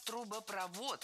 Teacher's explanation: Не трубопровод, а трубопровод. В сложных словах со второй частью «провод» ударение падает на последний слог. И ориентироваться здесь можно на глагол «проводит».